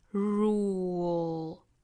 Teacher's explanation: 发完长音 u 之后再去发舌侧音 rule，所以最终的话舌头落脚点呢应该是在上齿音的位置